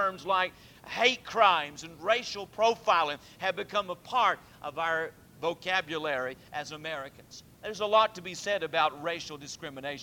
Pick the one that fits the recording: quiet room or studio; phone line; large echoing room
large echoing room